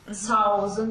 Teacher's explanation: The A is longer than the U. · Term: diphthongs